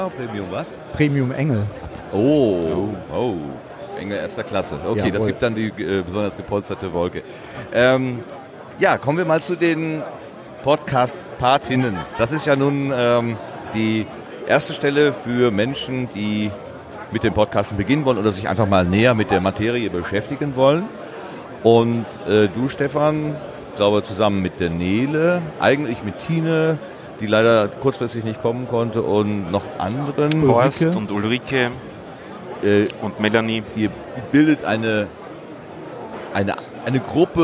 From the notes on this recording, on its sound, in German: SEG042 34C3 - Tag 3. Technischer Hinweis: Das Rohmaterial wurde versuchsweise mit unterschiedlichen auphonic-Varianten nachbearbeitet. Letztlich ist aber auch dieser “Soundveredler” an seine Grenzen gekommen, da die Area einfach sehr, sehr voll mit sehr, sehr lebendigen UND LAUTEN Menschen war.